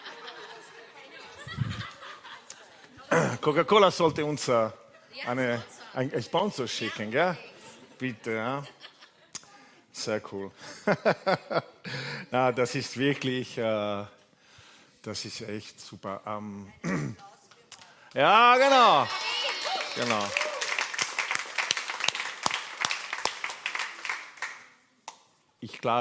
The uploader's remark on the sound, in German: Gottesdienst live aus der LIFE Church Wien.